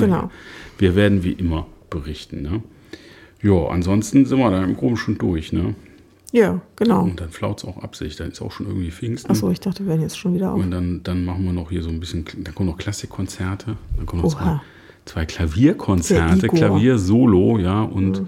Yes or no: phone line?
no